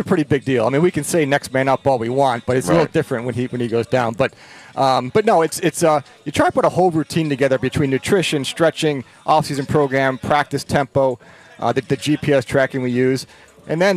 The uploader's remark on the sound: Live from Chargers Training Camp. Live from Chargers Training Camp.